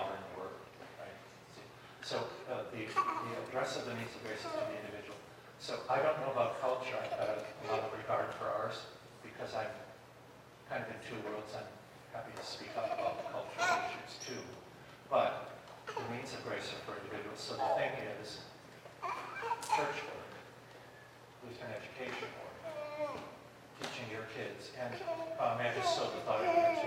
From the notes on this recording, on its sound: This episode is a recording of Plenary Session III from Wittenberg Academy's Family Retreat.